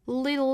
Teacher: 所以这个单词最终的落脚点其实是一个舌侧音的口型